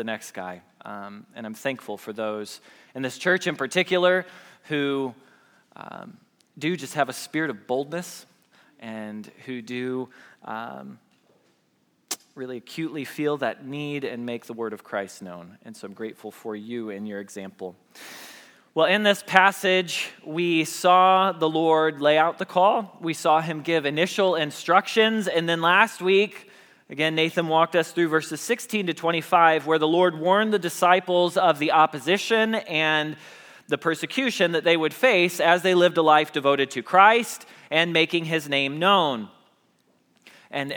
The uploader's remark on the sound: Message Preached at Valley Creek Church